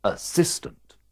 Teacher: Where does the stress fall in this word? It goes on the I, assistant.